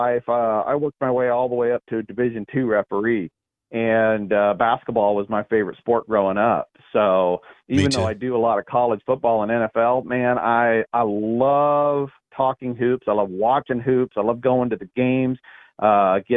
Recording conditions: phone line